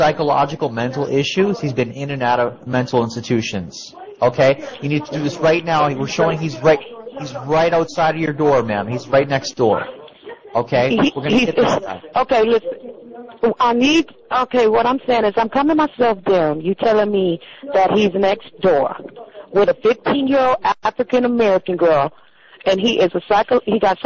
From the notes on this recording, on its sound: Prank Phone Calls